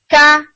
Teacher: اقصر لسان کی parting hard pellet سے